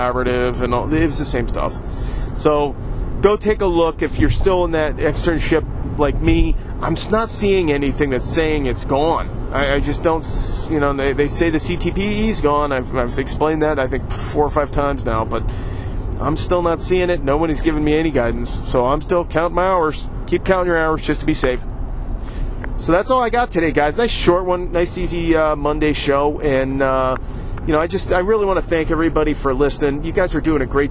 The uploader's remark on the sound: I recorded this show yesterday while driving to Cleveland to have a behind the scenes tour of the Great Lakes Brewery!